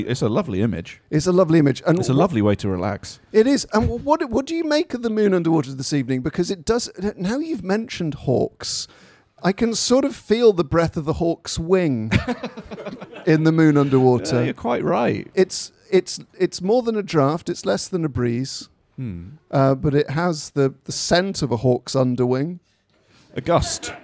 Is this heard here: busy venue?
yes